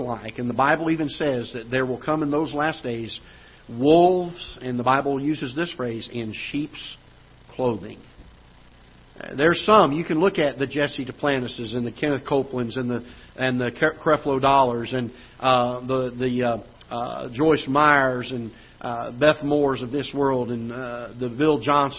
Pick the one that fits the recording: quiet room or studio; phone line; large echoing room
large echoing room